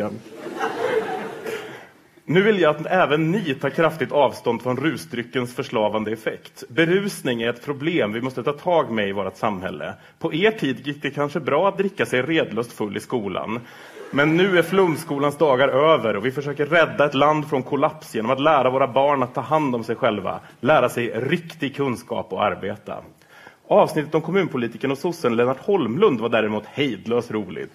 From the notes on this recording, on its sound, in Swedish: Detta avsnitt spelades in live inför publik på Folkets hus i Göteborg i samarbete med ABF.